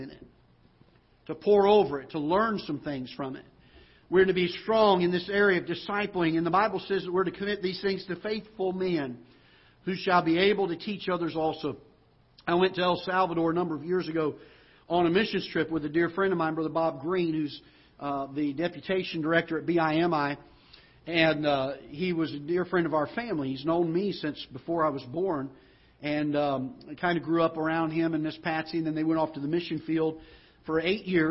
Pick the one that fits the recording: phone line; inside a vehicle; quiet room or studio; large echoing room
large echoing room